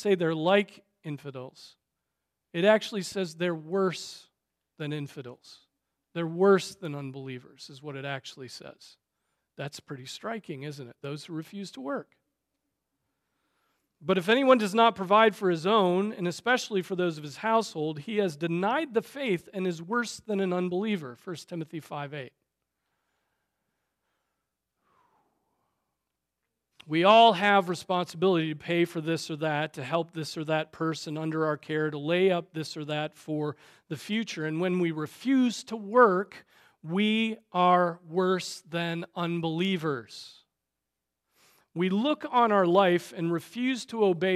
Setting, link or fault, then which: setting, large echoing room